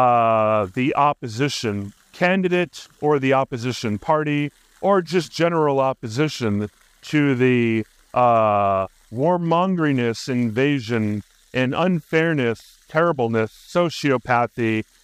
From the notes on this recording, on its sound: While cycling to a park run. He briefly touches on the weather and his surroundings while recording this episode at Penrose Square Park, hinting at the joys and challenges of outdoor podcasting.